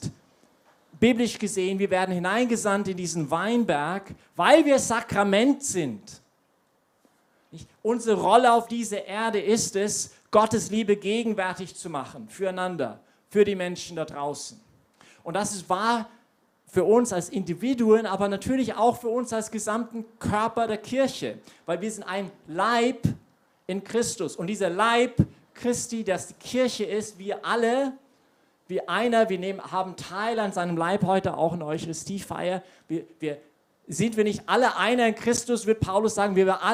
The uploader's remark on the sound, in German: Predigt aus der YP Messe